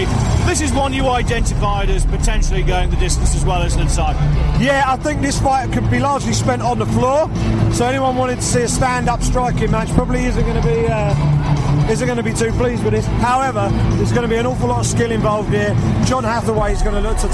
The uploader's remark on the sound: live reaction from cageside in Nottingham, England